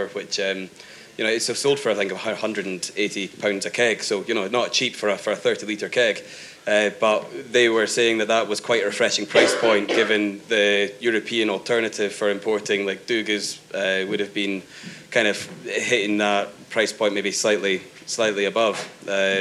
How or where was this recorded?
live audience